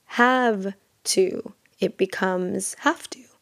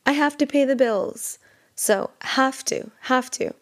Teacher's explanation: I have to, so we have this V sound in the word have, and it becomes like an F. I have to, instead of saying have to, it becomes have to.